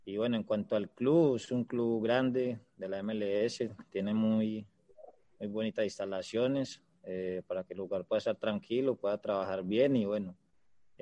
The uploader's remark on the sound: LA Galaxy Press Call. LA Galaxy Media Conference Call.